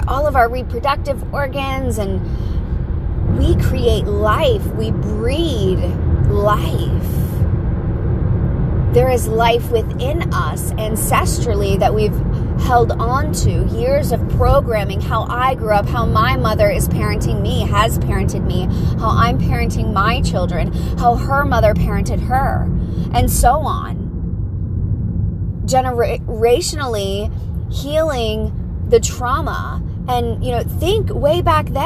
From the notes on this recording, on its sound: Pep talk in the car.